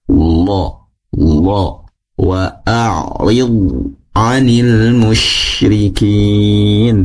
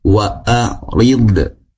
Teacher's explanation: Namun, perlu diperhatikan di huruf lo. Lo tidak mantul ketika sukun ya. · Shown in: first take